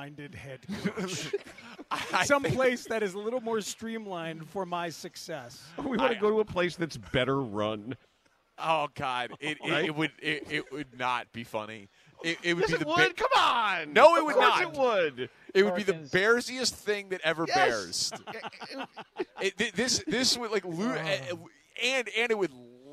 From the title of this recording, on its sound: Live from Cubs Convention